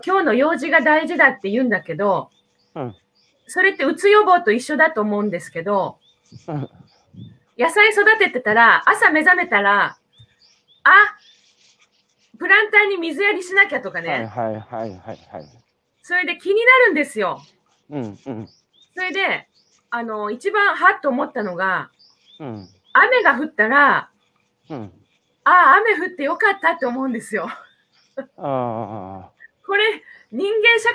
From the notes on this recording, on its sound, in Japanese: 歩きながら1時間、対談する。